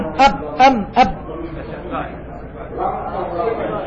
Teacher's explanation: واو باء ميم متجانسة، لكن ميم وباء من الإطباق. أم أب أم أب، الاختلاف في الصفات لا محالة.